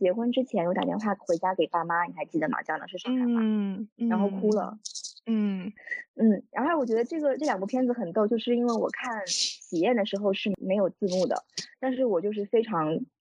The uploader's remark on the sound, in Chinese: 非常抱歉第一期的音质不太如意。